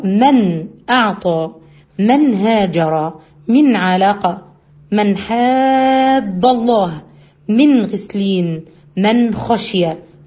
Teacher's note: كل دي ما فيهاش غنات خالص، هو ده الإظهار